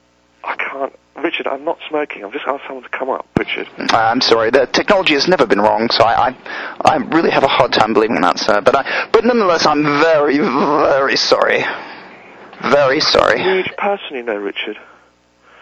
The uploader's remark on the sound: Prank Phone Calls Collection. "hotel uk no smoking 4 calls" from archive.org.